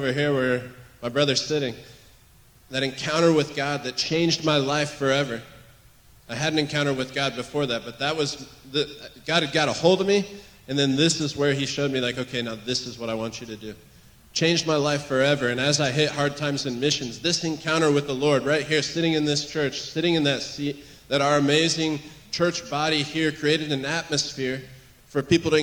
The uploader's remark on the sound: recorded on June 18, 2023, at Gateway Church in Richmond, Indiana